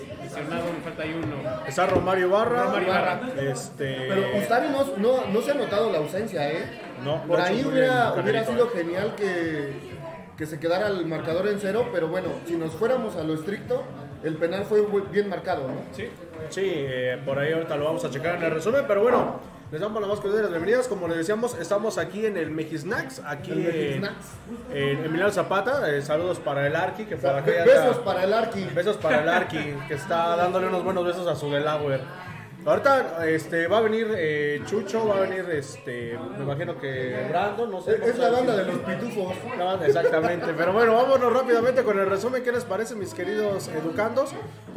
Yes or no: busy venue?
yes